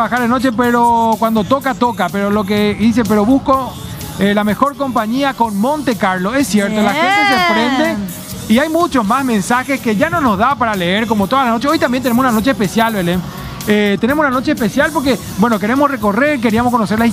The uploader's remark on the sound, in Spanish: EN VIVO DESDE MCCARTHY'S.